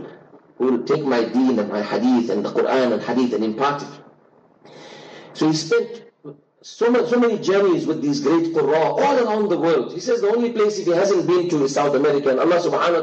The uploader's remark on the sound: LIVE FROM JAAM'AH DARUL ULOOM NEWCASTLE.